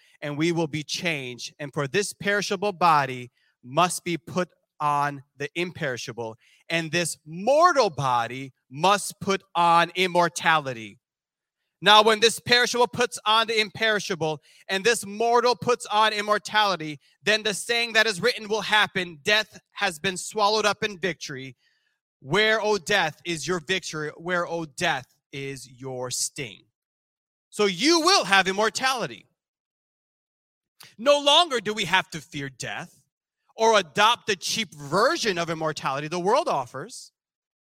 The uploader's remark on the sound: This sermon was recorded live on July 3rd, 2022 at Newark United Pentecostal Church.